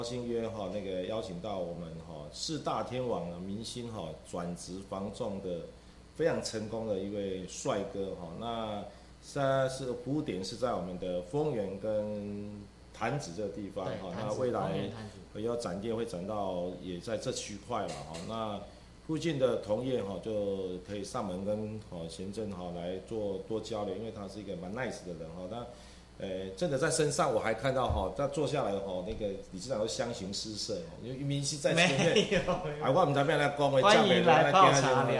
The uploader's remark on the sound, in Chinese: 公會直播。本集收音不是太理想....敬請見諒!